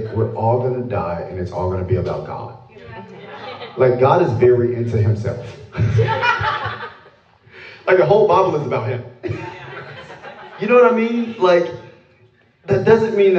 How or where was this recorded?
live audience